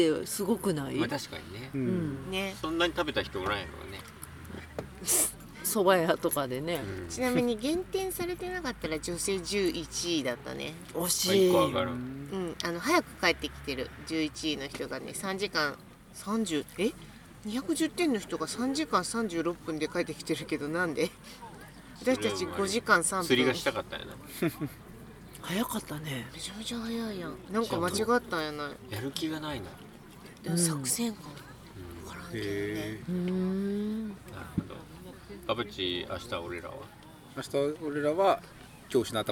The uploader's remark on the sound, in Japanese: 2023年7月22〜23日に開催されたOMM LITE＆BIKE 2023に参加して、道中で収録してきました。会場の白馬村まで車で12時間。行きの車中、1日目の終了後、帰りの車中の3回にわけて収録しています。車中では雑音が多く、ノイズキャンセルしたらエコーかかったような音声になっています。